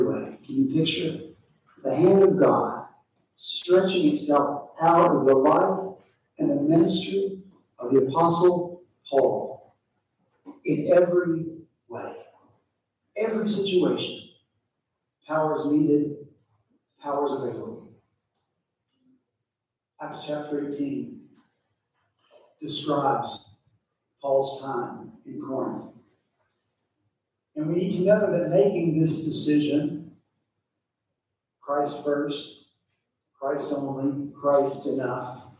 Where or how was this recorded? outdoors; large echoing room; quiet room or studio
large echoing room